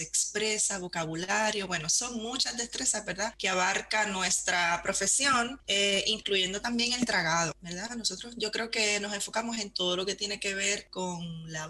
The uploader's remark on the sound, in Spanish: Nos conectamos a través de Zoom desde Nueva York a Madrid, España. Interview recorded in Spanish.